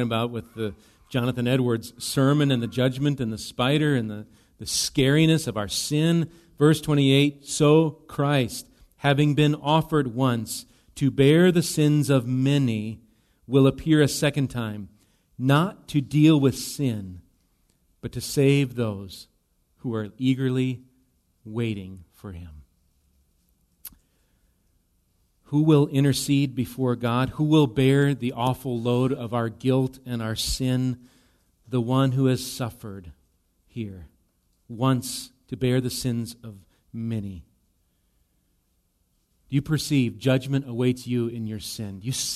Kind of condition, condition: setting, large echoing room